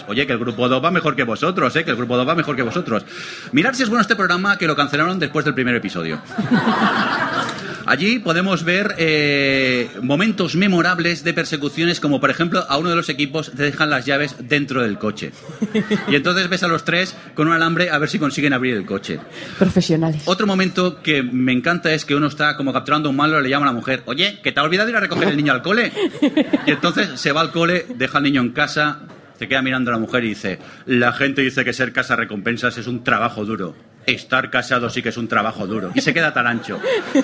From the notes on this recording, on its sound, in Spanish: tuvimos la oportunidad de hacer en directo con público, nuestro Tercer Especial Telebasura desde las Decimas Jornadas de Podcasting , que se celebraron en Zaragoza